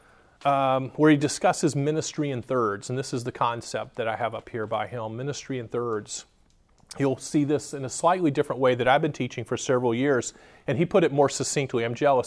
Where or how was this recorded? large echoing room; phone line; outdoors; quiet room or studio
large echoing room